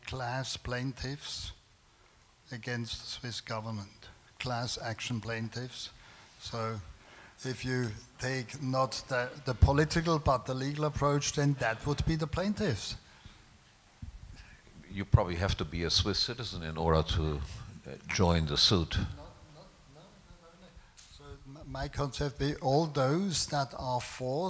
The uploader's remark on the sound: This panel discussion is from the 2017 Annual Meeting of the Property and Freedom Society.